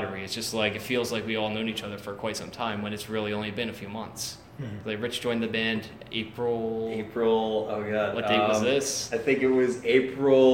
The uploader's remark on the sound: during a rehearsal session at Champs in Trenton NJ